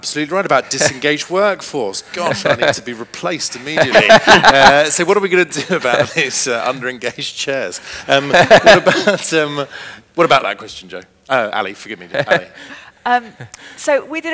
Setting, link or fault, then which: setting, live audience